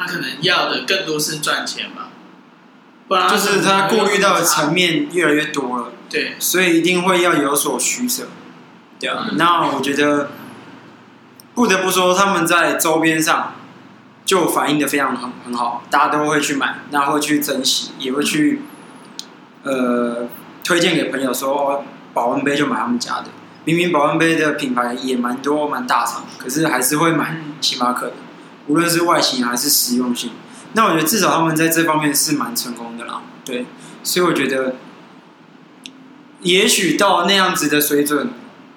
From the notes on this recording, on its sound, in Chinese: 錄音地點｜ 藍色咖啡館 108台北市萬華區大理街131號。